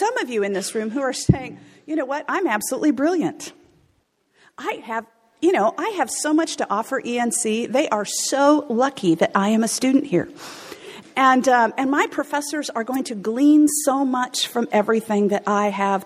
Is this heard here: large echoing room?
yes